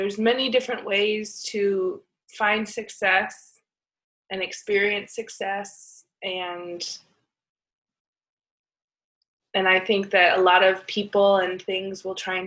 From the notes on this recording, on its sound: This episode we Zoom-ed up